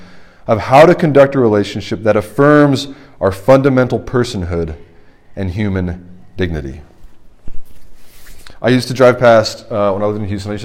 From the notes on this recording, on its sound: This is the sermon from the RUF Large Group meeting at Washington & Lee